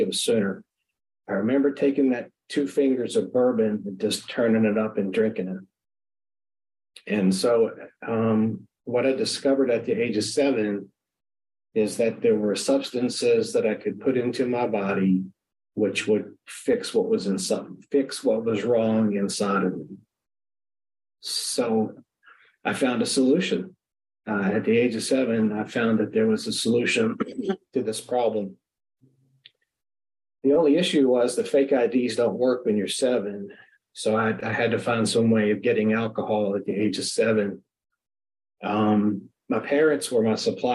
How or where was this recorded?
video call